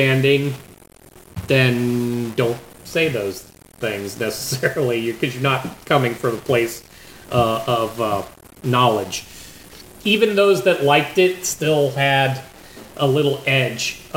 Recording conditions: poor sound quality